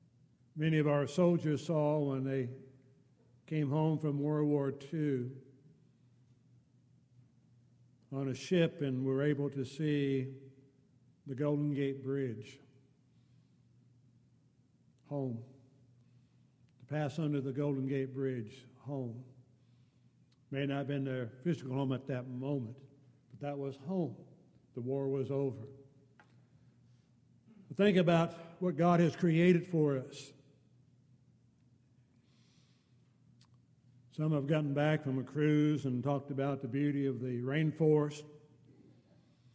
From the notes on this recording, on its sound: Downtown Church Of Christ Audio Sermon